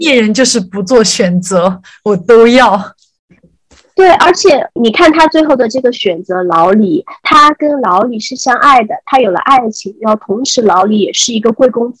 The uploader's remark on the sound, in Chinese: 耳机录音导致音质不佳